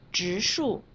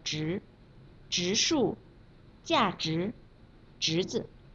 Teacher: 今天我们来练习“之”这个卷舌音，以“直”二声为例